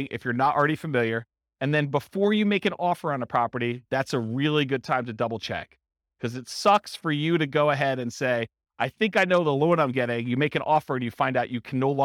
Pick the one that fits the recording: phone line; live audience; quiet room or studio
live audience